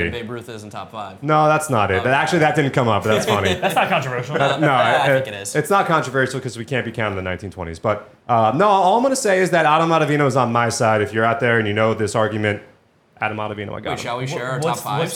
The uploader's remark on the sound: Live from Spring Training!